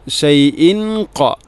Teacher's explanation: ഷൈഇൻ ഖ തൻവീനിനെ അവ്യക്തമാക്കി മണിക്കണം